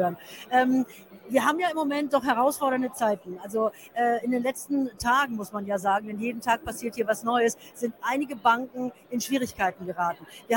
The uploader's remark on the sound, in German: Live von der Invest in Stuttgart